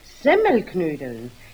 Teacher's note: Die Semmel muss man dabei betonen.